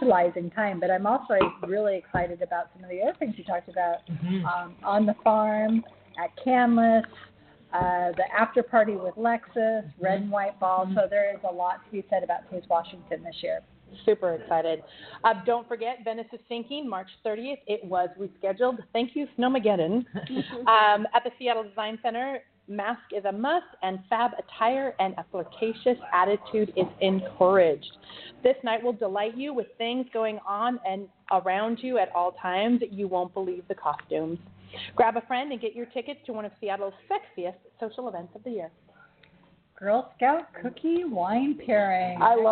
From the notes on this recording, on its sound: Broadcasting live from the Warr-King Tasting room in Woodinville!